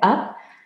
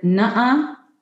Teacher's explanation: When you say the word up, your soft palate lifts. And if you say the word nuh-uh, it lowers.